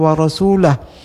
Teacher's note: kalimah wa rasulah ra dengan tafkhim